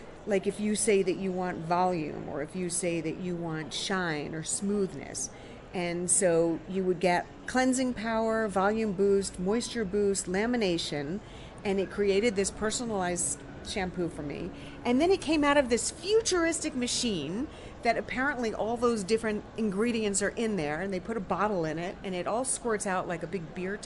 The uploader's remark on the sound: walking the floor at CES in Las Vegas